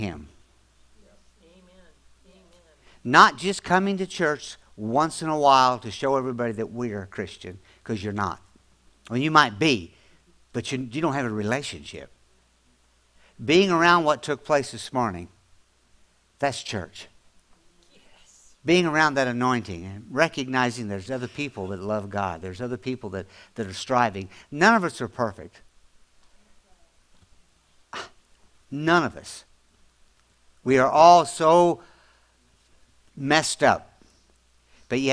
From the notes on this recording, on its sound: audio podcast from December 24, 2024 at Grace Church in Chester Illinois